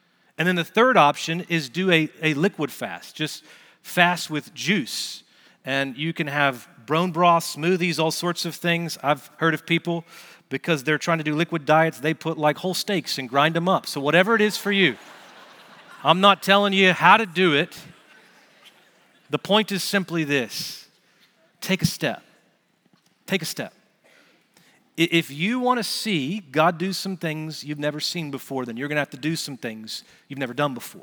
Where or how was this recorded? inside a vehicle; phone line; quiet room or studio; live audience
live audience